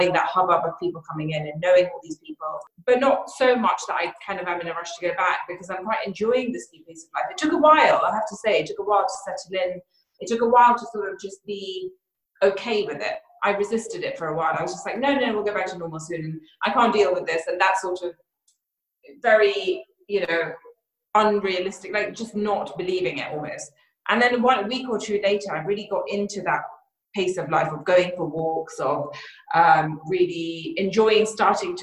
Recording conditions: video call